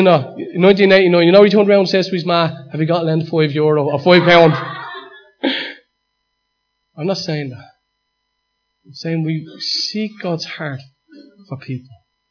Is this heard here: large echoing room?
yes